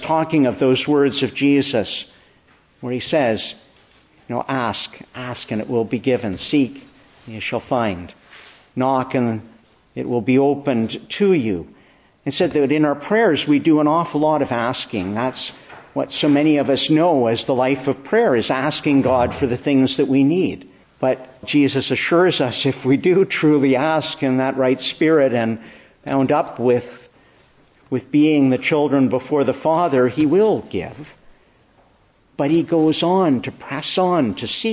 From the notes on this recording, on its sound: Preached inn the Church of the Annunciation, Ottawa. Morning Service.